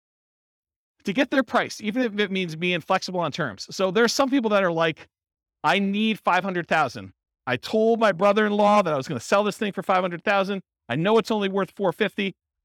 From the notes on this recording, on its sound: Real estate entrepreneurs in Grand Rapids, Michigan. This was a live class recorded.